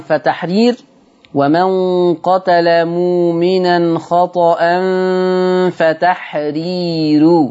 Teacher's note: ترقق الراء لورش لأن الراء مضمومة ومسبوقة بياء مادية